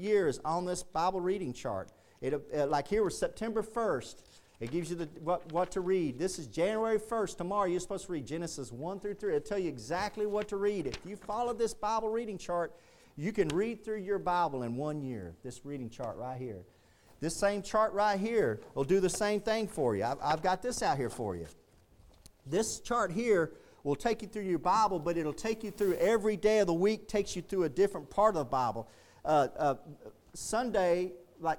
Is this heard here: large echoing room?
yes